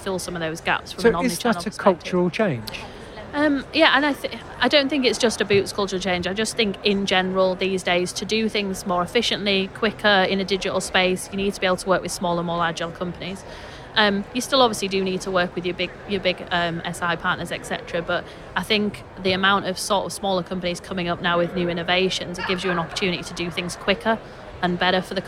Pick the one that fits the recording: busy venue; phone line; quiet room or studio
busy venue